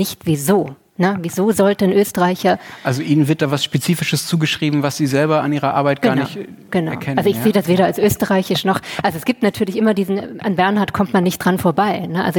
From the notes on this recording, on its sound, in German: Livefolge. Beim Tag der ZEIT haben wir erstmals vor Publikum aufgenommen und hatten gleich noch einen Gast dabei.